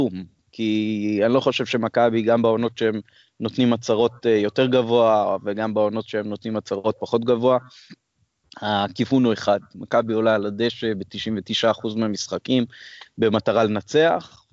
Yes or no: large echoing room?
no